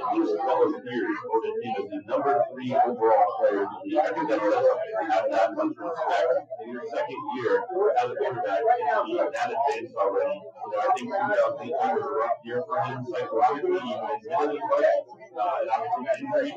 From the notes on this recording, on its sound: POOR AUDIO QUALITY. This is an audio-only replay of our March 3, 2019, show LIVE at the Irish Rover Station House in Langhorne.